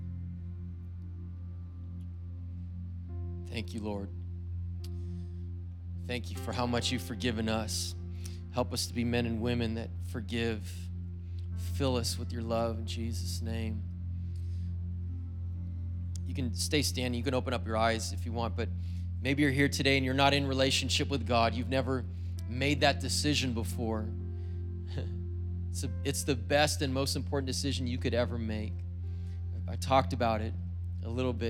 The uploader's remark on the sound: was preached on February 27th at the 10AM service.